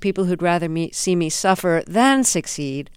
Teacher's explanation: And the accent is on the than.